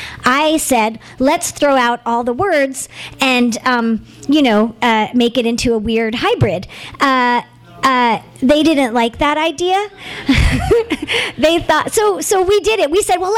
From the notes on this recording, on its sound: THIS EVENT WAS RECORDED LIVE AT SKYLIGHT BOOKS MAY 25, 2013.